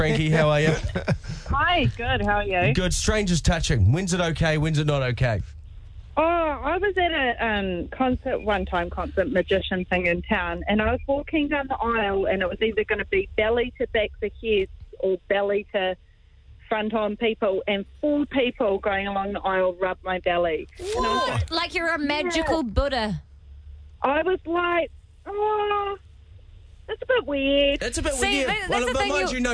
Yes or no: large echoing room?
no